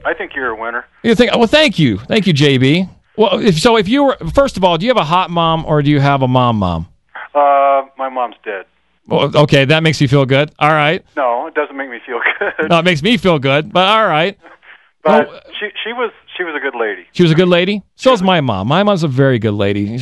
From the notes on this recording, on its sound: This was the final on air 1hour live air, real callers audition.